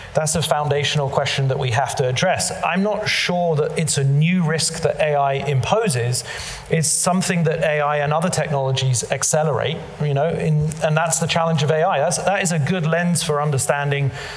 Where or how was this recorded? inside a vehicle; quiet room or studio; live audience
live audience